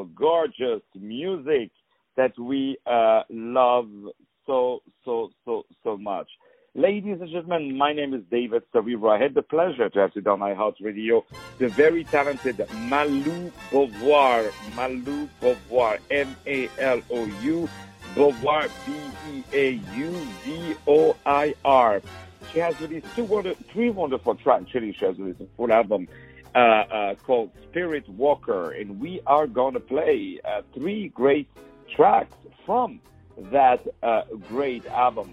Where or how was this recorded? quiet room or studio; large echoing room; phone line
phone line